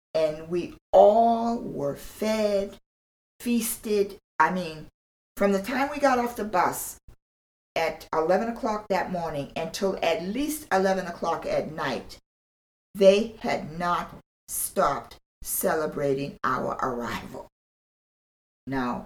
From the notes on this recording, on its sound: Bear with me as audio is bumpy - this is a previously recorded interview.